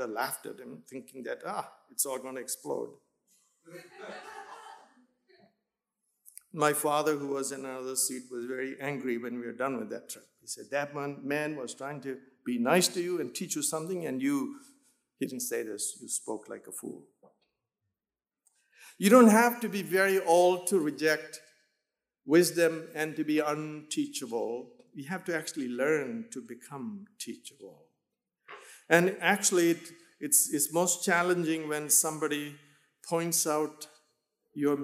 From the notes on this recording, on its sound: in Emmaus chapel